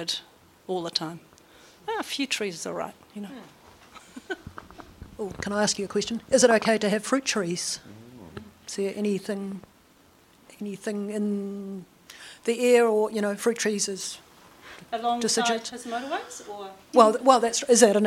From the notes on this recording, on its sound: Live recording from NZISF 2023. Representatives of each Science Challenge will gather in Dunedin across four nights. This talk was recorded live on 5 July 2023 as part of the New Zealand International Science Festival.